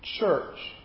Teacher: you can see that there is a plosive involved. It's completely cut off. · Term: affricates